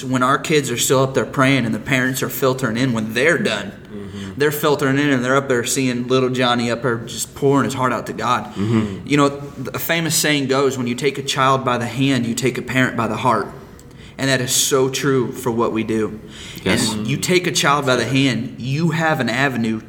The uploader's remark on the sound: We are in Pigeon Forge, TN at Kingdom Kids Conference!